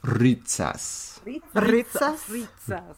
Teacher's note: a nice rolling R for the first sound